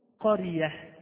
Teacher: إذا وقفت على كلمة قرية أقول قرية بالهاء، مع أنها انتهت بتنوين منصوب، آمنة مطمئنة، هكذا.